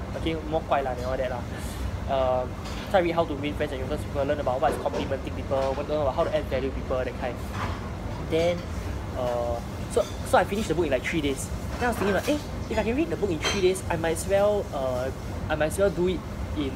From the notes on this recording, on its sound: I apologize for the background noise and the poor lighting. Was contemplating about whether I should post this despite the poor quality.